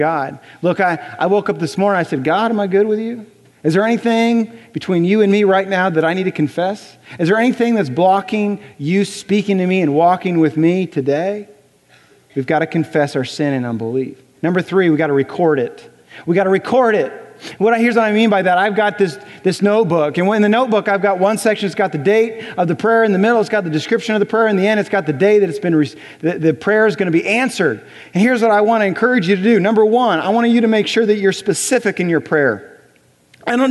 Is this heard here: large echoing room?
yes